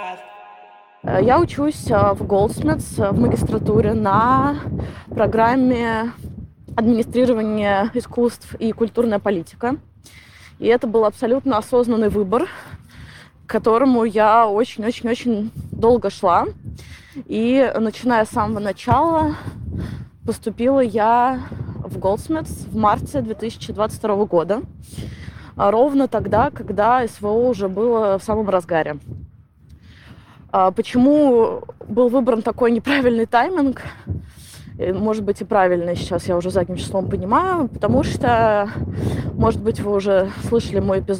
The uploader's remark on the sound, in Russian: плохой звук, потому что я хожу по Гайд-парку.